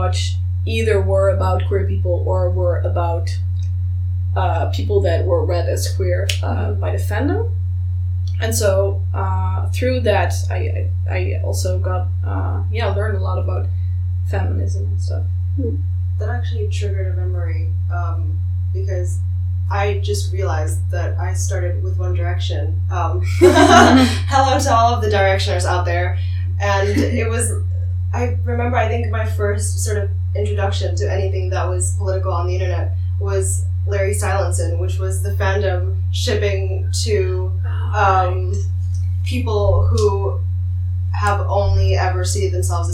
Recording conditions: poor sound quality